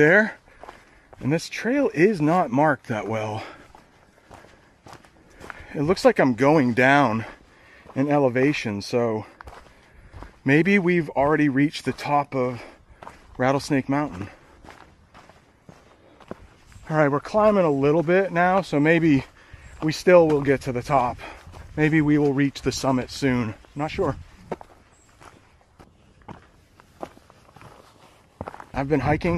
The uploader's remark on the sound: REAL ENGLISH CONVERSATION ON A HIKE UP RATTLESNAKE MOUNTAIN. You can hear how I speak and how the family from Texas speaks.